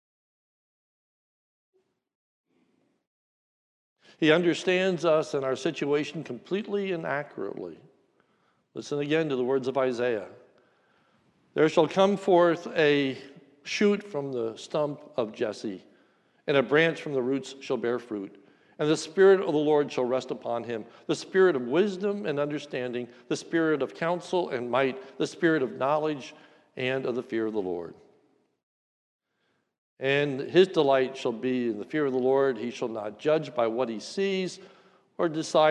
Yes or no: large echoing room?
yes